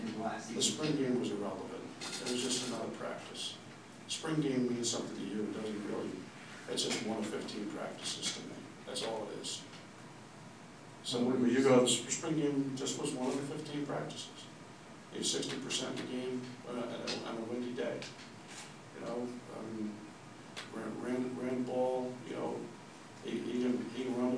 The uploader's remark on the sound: a Thursday morning press conference at Mrkonic Auditorium